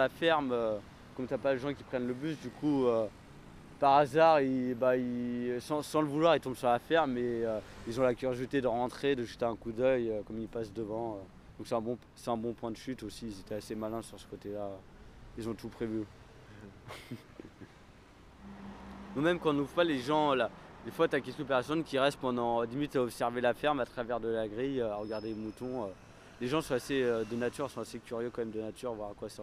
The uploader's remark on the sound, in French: durant l'été 2018 à la ferme urbaine de Malakoff